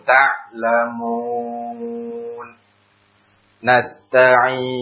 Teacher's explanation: Ketika waqaf baru dibaca sebagai mad arif li sukun.